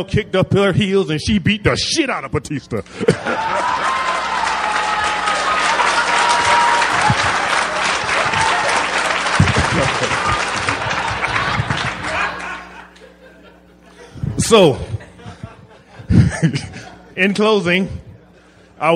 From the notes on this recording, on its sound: recorded at the Houston Improv.